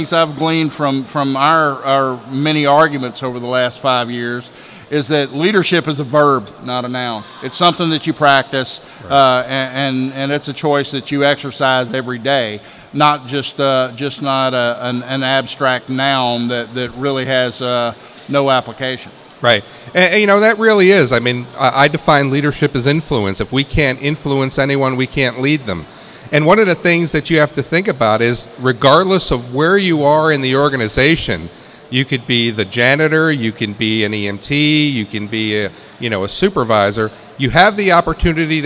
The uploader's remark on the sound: Live from Initial Assessment Conference.